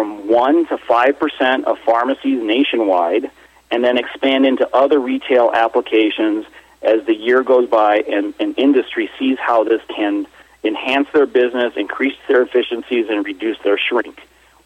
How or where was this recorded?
phone line